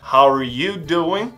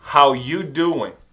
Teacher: quando eles vão falar, especialmente se estão falando rápido, eles não vão pronunciar o are. · Shown in: second take